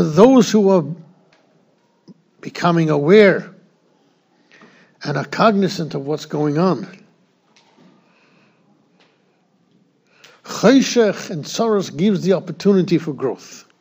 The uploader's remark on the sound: Shiur recorded in Yeshivas Ohr Reuven, Monsey, NY.